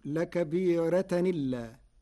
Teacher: قرأ ورش بنقل حركة الهمز إلى الساكن قبله فتصير لكبيرة إلا مع ترقيق الراء